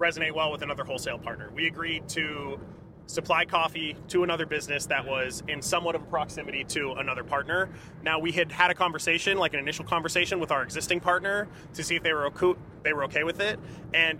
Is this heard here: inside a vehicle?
yes